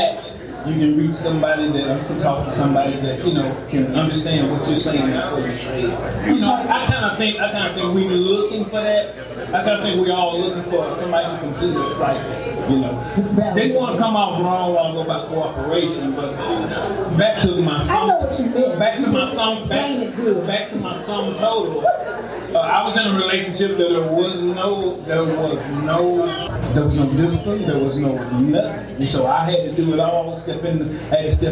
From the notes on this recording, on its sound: This is the first live event day party Meet- Mix- Mingle and Match. It was full of interviews, dancing, and fun.